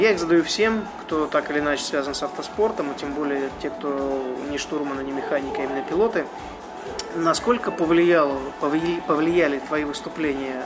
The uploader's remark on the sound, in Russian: Этот выпуск я записал в одном из московских кафе